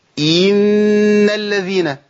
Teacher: جيت عند كسرة الهمزة وولدت منها حرف مد · Term: توليد حرف